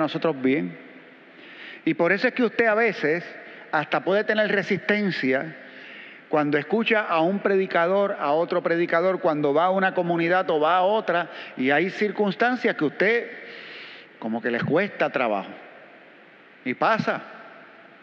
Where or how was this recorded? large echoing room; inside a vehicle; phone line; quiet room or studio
large echoing room